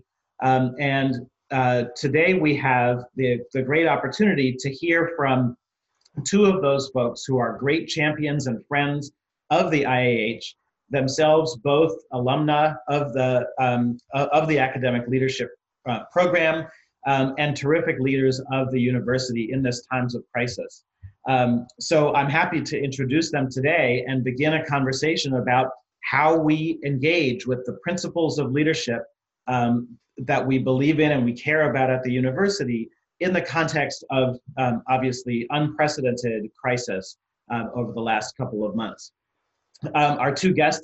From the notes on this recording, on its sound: Zoom Talks Series.